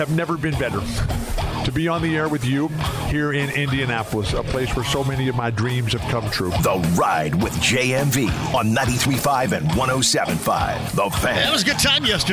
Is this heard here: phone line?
yes